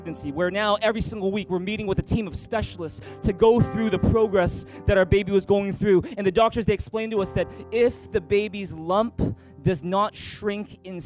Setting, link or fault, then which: setting, large echoing room